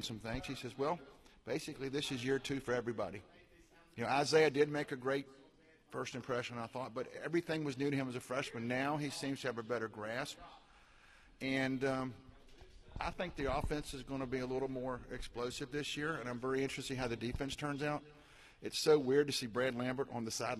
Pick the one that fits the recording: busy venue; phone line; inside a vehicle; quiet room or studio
busy venue